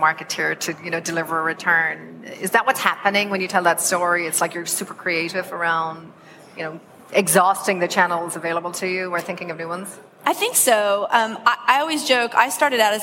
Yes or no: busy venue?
yes